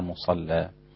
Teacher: وكلمة مصلى غلظ فيها ورش اللام